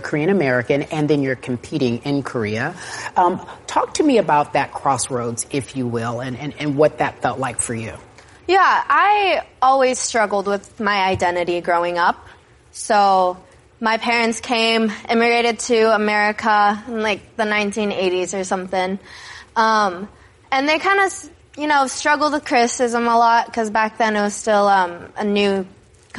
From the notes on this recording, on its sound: in front of a live studio audience